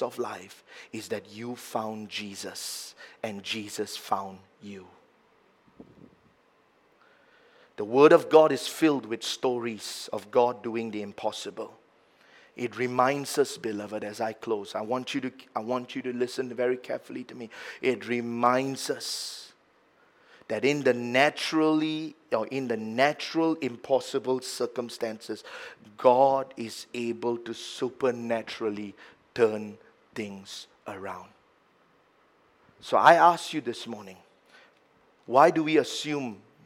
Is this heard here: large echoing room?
yes